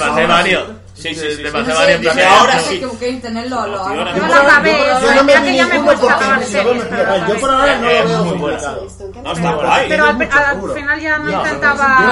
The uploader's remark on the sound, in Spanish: Programa grabado en mitad de una sobremesa con amigos y oyentes de todos los grados, tipos y niveles. Rodeados de algarabía, faltadas, spoilers...